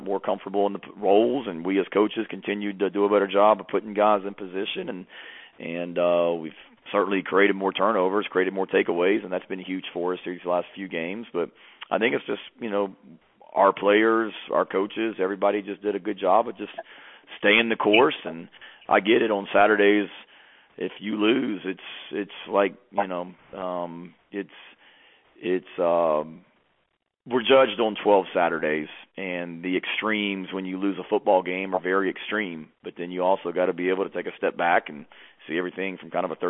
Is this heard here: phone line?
yes